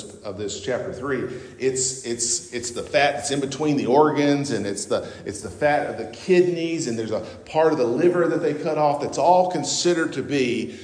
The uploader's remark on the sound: on Sunday, October 22, 2023 at North Beaver Baptist Church, West Jefferson, NC.